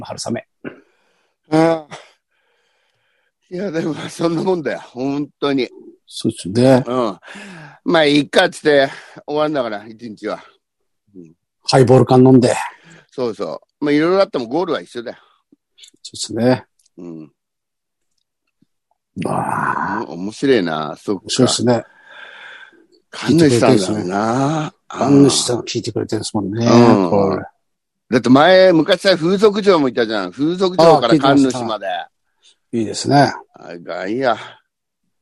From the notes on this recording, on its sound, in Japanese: ZOOMで収録